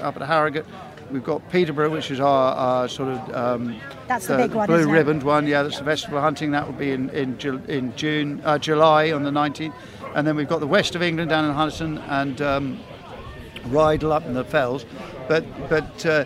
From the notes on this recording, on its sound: recorded at the Alresford Show